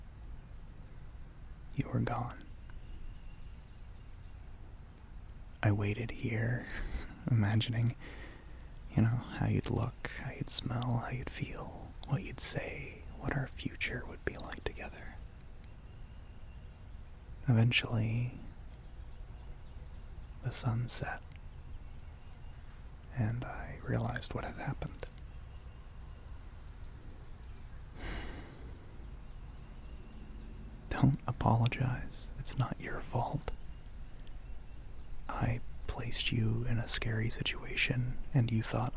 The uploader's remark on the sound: Outdoors